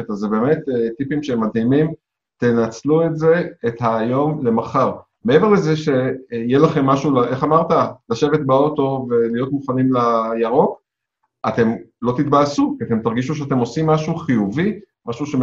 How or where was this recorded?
video call